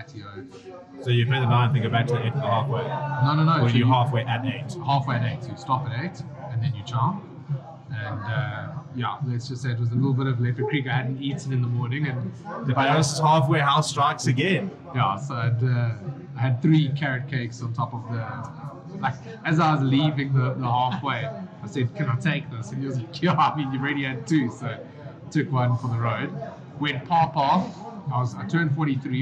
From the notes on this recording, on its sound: We apologize in advance for the quality of this episode. Due to loadshedding we were forced to record in a noisy area and some equipment failed which resulted in a poor audio quality.